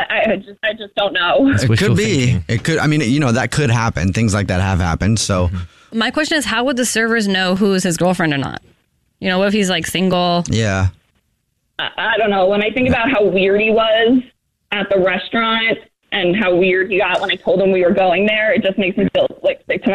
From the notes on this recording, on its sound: War of the Roses is when someone calls The Jubal Show because they think that their partner is cheating so we call them offering services in order to catch them cheating. The woman on the phone thinks that her boyfriend is cheating because of something the server told her friend!